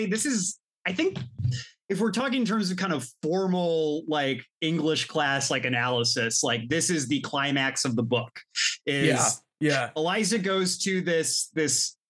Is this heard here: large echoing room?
no